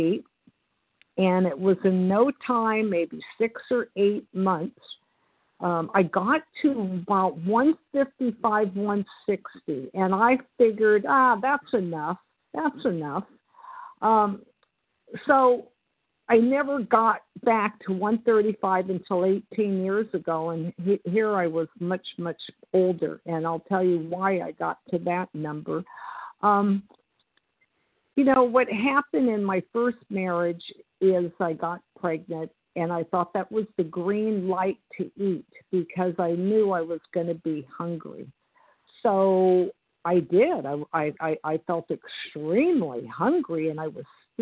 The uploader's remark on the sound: from the 100 Pounders Phone Meeting